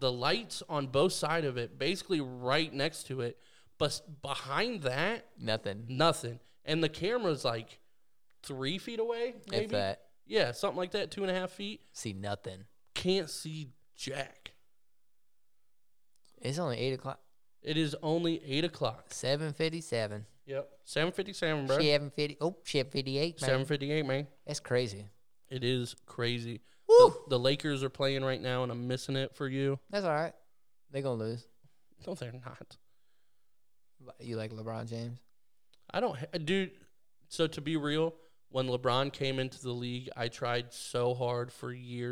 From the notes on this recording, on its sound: We take all of our equipment to the garage and record the episode from there! While also trying to talk to random people walking by...